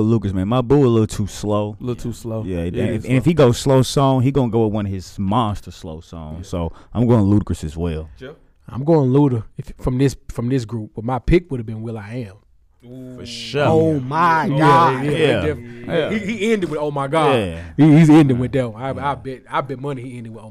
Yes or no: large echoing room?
no